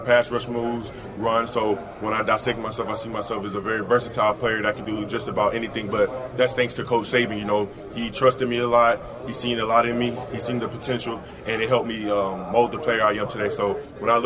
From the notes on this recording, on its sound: live from the NFL Combine in Indianapolis